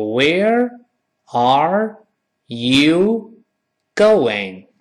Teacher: where 舌尖还是要勾回来